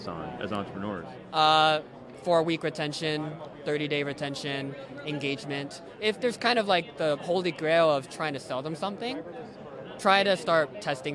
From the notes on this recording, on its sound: We interviewed the top investors in Silicon Valley and they gave us advice on growing a business at the YoungStartup conference in San Francisco, California.